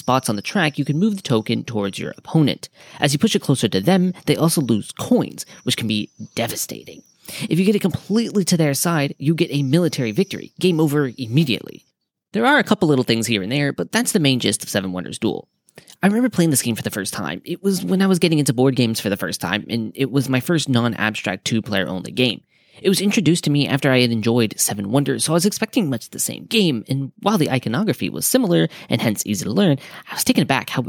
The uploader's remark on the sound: this outdoor edition of Board Game Dojo